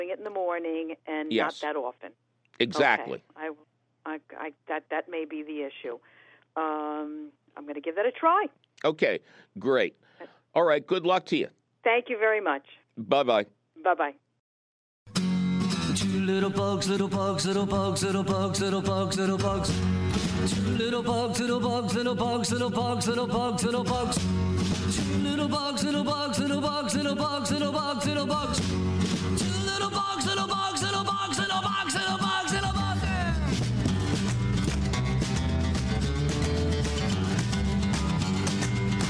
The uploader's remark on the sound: your feeding phone calls!